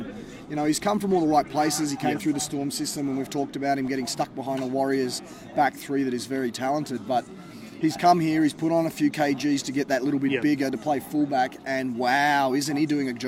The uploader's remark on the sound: On location at Canberra Stadium. They survive a massive thunderstorm in the process!